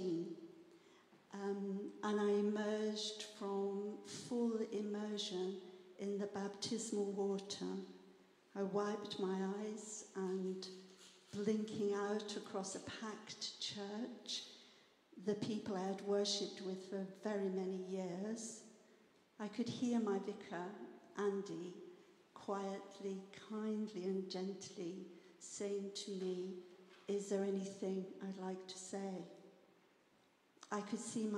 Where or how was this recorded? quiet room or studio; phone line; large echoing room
large echoing room